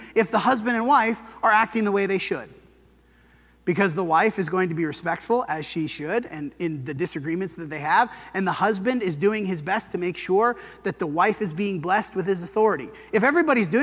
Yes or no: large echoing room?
yes